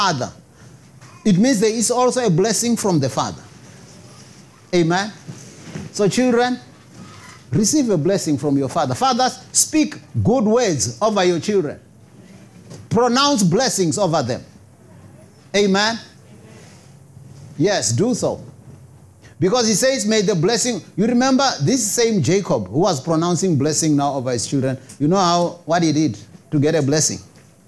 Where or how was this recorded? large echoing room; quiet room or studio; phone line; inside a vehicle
large echoing room